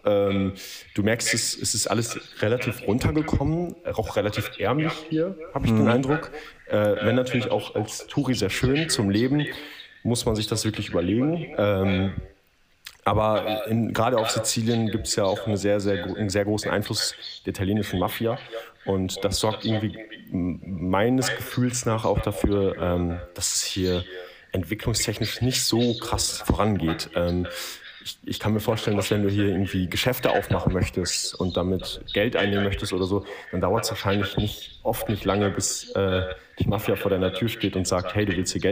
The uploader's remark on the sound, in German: Tiefenentspannt aus Palermo berichtet. Den Call-In-Vibe der Audioqualität wissen wir natürlich zu entschuldigen.